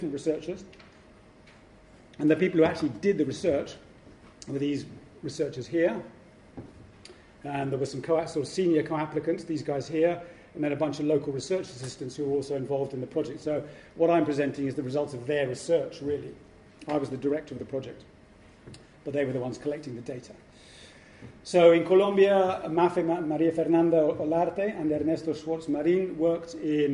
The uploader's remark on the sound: Podcast of the introductory lecture to the conference: 'Power and Change in the Americas in the Modern Era' organized by UCL Institute of the Americas Post-graduate Research Network.